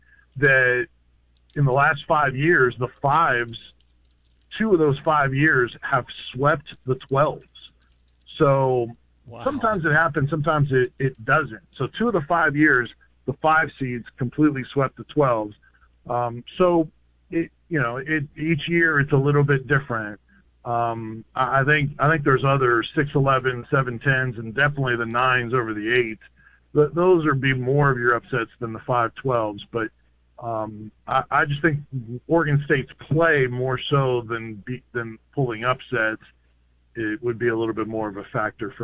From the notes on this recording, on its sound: Your phone calls.